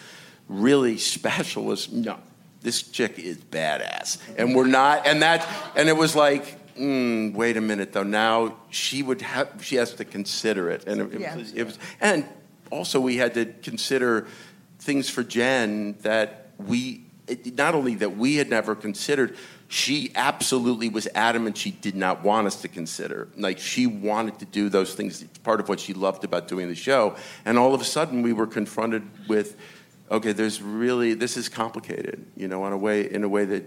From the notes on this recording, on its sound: Recorded at ATX Television Festival